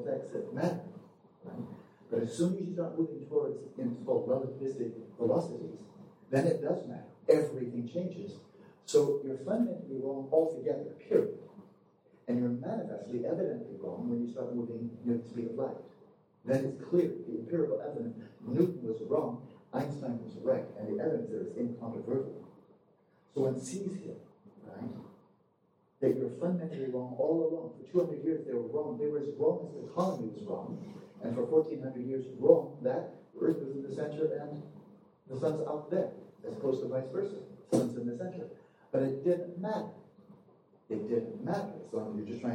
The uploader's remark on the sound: Due to multiple recording errors, this afternoon's podcast is an optimized recording from an iPhone. Because of this, it is difficult to hear clearly.